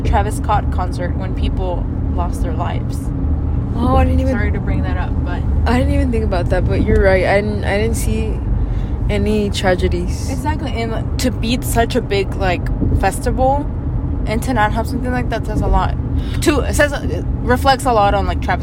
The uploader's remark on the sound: Drive and laugh with us around Houston. Honk at bad drivers!